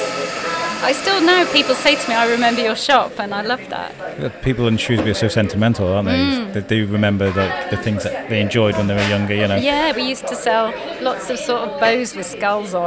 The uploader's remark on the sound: Thank you Daily Brews for letting us use your perfect coffee shop to record in. We will mic you up next time.